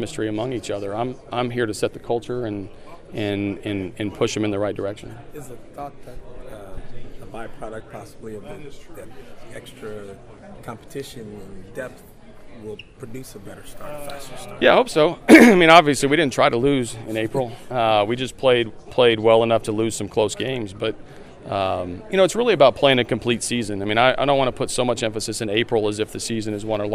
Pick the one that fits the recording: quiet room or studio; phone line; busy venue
busy venue